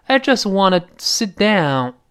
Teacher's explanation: I just 最后那个 t 失去爆破了